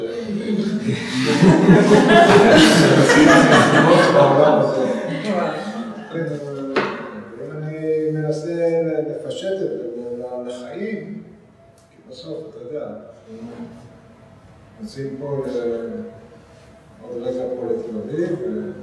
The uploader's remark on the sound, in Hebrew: כפי שהוקלטה במפגש בבית האמנים